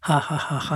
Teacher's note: 舌の奥、まあ、舌の根っこ、舌根という言葉もありますが、これかなり、喉、喉頭にかなり近い部分ですね · 日本人の作る H の音は、まあ、息を吐いて舌が前に出がちなんですが、まあ、そうではなくて、しっかり奥の方で作ってやらなきゃいけない